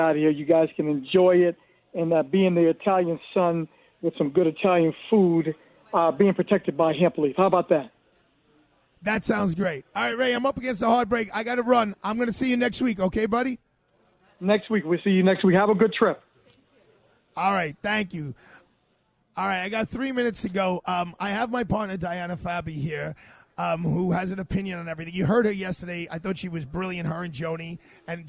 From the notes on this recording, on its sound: LIVE from Bobby Van’s Steakhouse, 230 Park Avenue